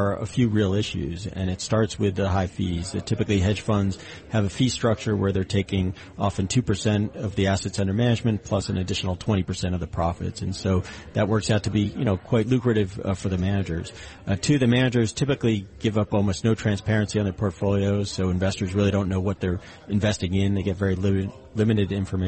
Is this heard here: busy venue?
yes